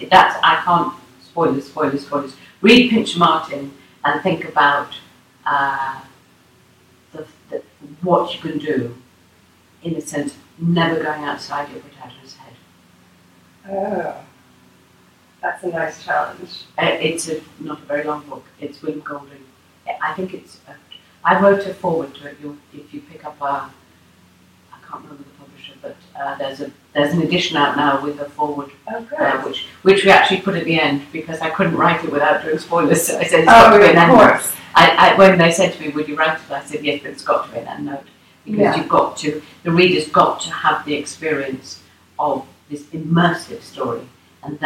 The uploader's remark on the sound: Thankfully, I was able to borrow a friend's microphone and made my way across the city to record this conversation. I hope you will forgive the slightly informal audio, I think what we talked about is worth turning up the volume a little bit for.